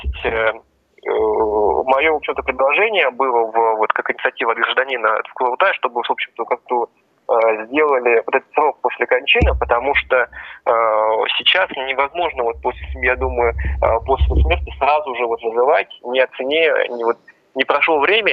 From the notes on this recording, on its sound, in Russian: По телефону